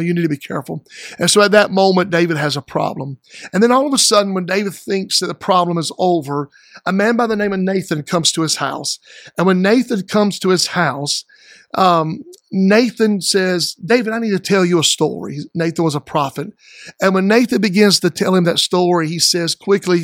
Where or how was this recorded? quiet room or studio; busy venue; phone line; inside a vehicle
quiet room or studio